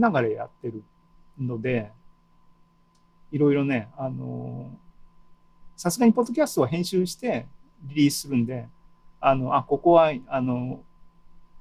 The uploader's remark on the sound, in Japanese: ２０２２年７月２７日に開催した ZOOMライブの模様です。